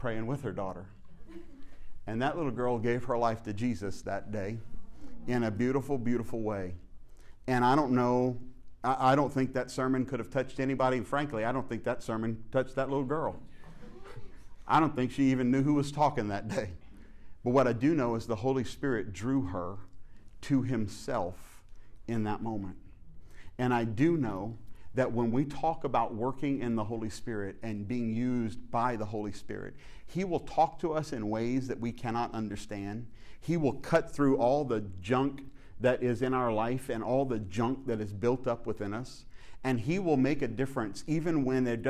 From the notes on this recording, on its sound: fields some questions from the audience